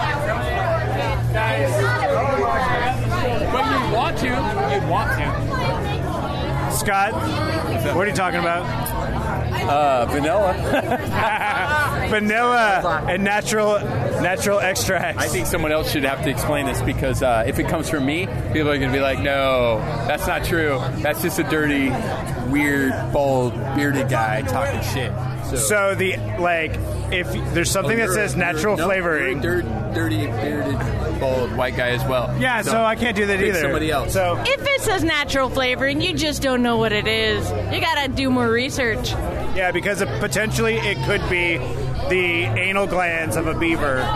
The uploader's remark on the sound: This time the guys recorded from Tacoma’s Art on the Ave 2018. Art on the Ave is Tacoma’s largest art based event that celebrates music and arts along 6th Avenue from State St to Alder.